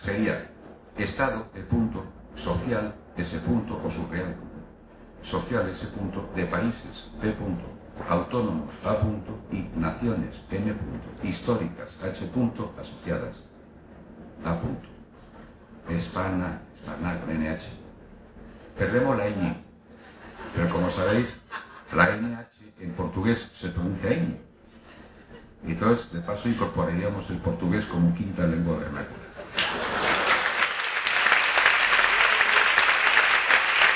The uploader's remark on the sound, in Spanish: En la carpa que la organización del Festival, ha instalado en la Alameda para el desarrollo de todos los actos